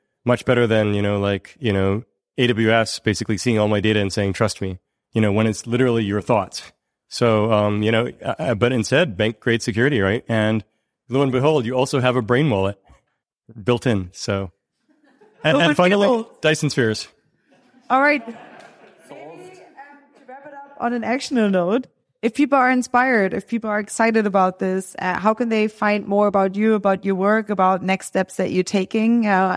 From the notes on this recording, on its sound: This episode that was recorded live at the first ever Foresight gathering in Europe, Berlin.